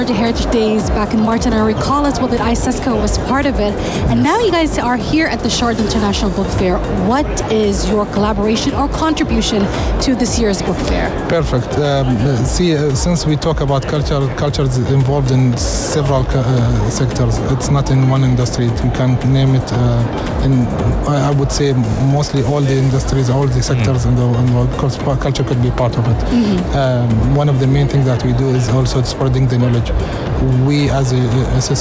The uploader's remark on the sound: Live from SIBF